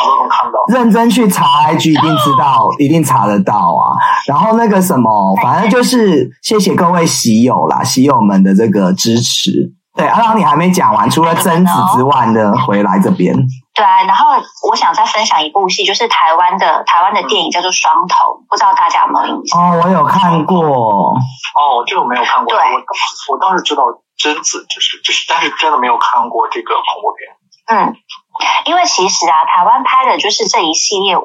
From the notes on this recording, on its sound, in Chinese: 遠段錄音 ,音質請見諒。在車庫錄音。